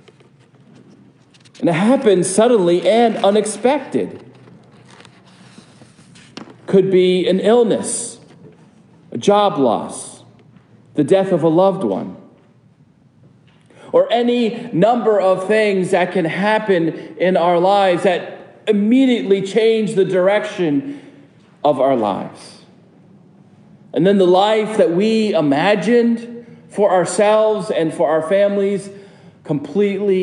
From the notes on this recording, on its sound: This sermon is preached at Prince of Peace Lutheran Church